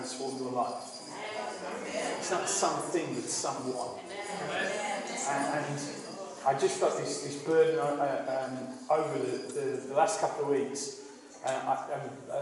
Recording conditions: poor sound quality